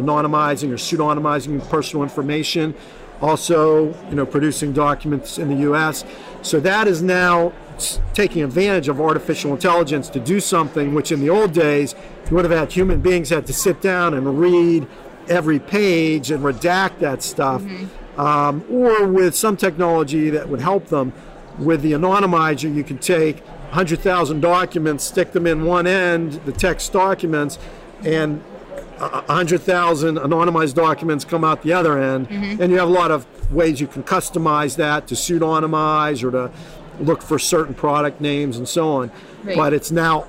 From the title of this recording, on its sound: Live at ARMA InfoCon